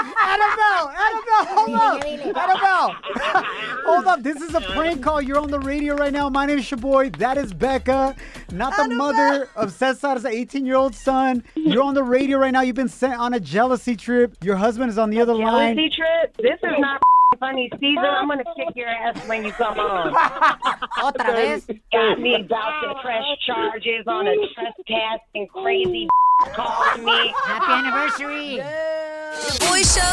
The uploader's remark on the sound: We opened up the phone lines